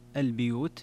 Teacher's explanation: قوله في البيوت فيها قراءتان نعم، قرأ بضم الباء البيوت ورش وأبو عمرو وحفص وأبو جعفر ويعقوب، وقرأ بكسر الباء البيوت، وذلك في جميع القرآن